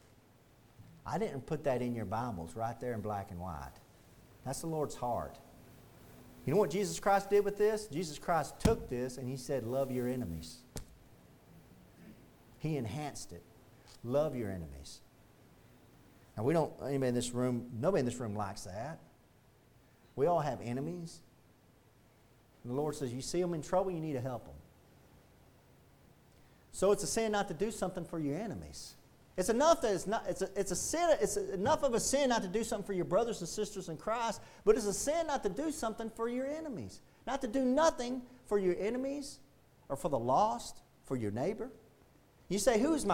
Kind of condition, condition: setting, large echoing room